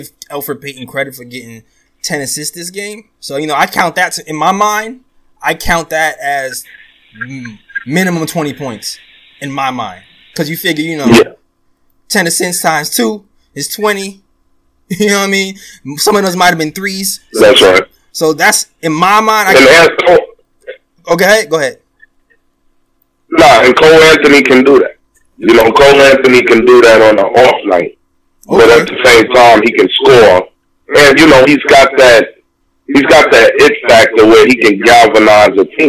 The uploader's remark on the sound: He also takes live phone calls from fans around the world.